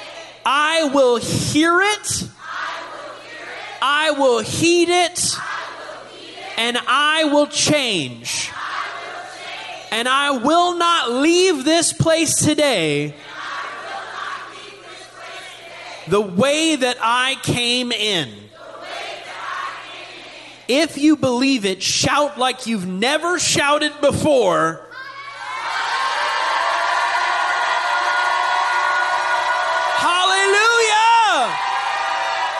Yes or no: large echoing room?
yes